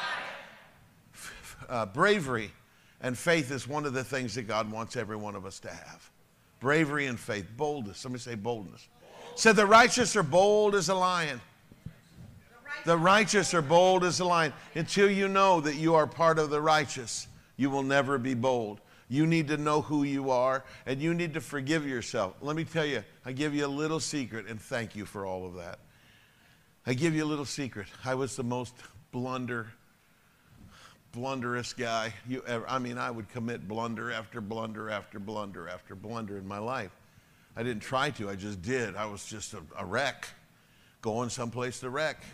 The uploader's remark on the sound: Sunday Evening Service. Message delivered to His Church World Outreach Center.